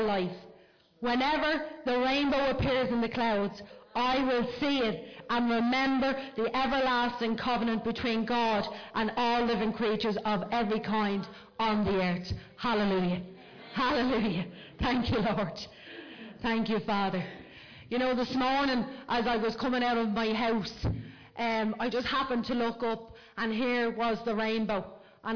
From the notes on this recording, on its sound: Recorded live at Liberty Church on 5th January 2020